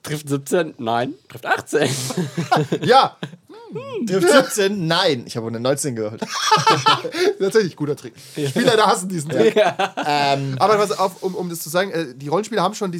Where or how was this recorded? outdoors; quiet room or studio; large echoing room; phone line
quiet room or studio